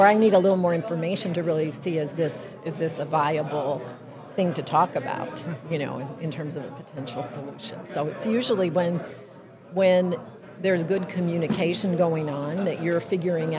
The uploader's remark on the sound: I had a great chat at the KY safety conference